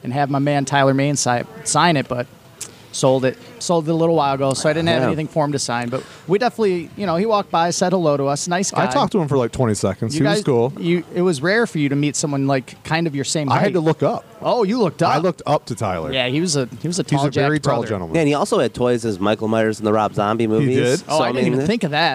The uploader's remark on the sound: We are live at Astronomicon